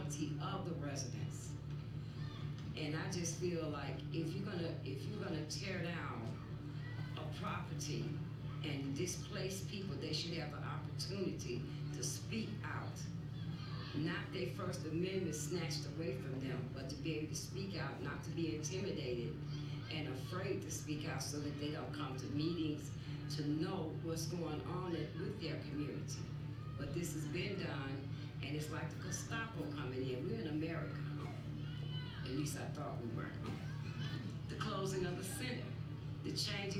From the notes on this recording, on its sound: This playlist is a full audio version of the November 20th, 2014 Harvard Kennedy School event